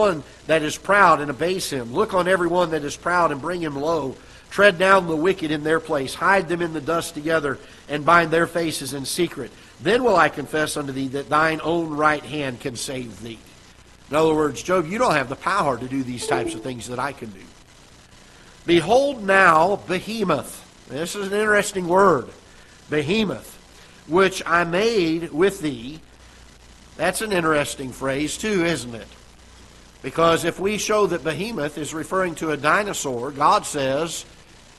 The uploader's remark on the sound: Ketha Heights Baptist Church ~ Live Broadcast